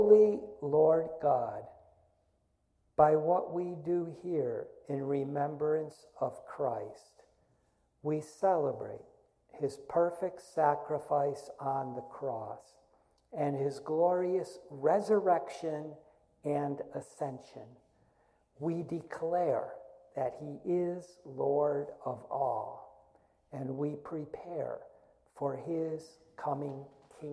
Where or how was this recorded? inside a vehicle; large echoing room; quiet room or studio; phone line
large echoing room